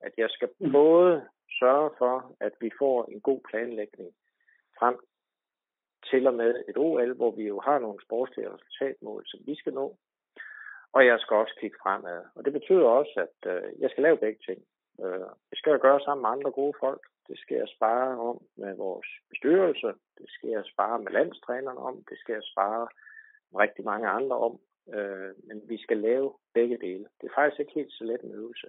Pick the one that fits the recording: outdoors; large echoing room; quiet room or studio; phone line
phone line